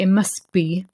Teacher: when you say it must be, you drop the T